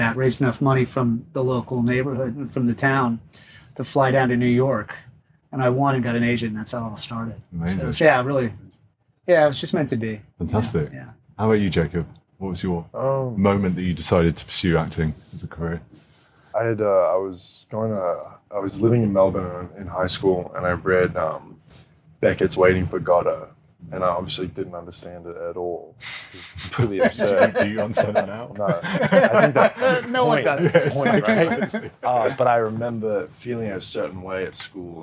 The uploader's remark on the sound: That’s why we recorded this podcast at the 2022 Monaco Grand Prix.